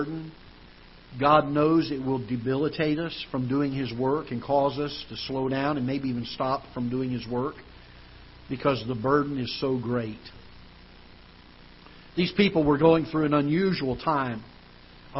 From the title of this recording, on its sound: Ketha Heights Baptist Church ~ Live Broadcast